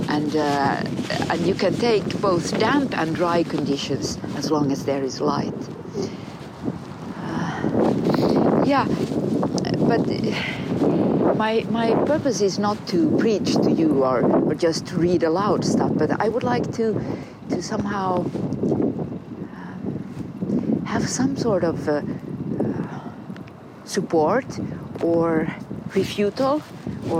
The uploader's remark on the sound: A series of conversations recorded with a pine tree in Kaivopuisto Park in Helsinki.